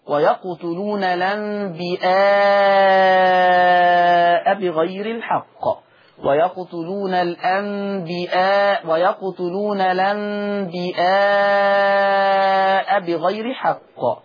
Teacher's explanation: أما لفظ الأنبياء فبالهمزة يقرأها ورش فتصير مدا متصلا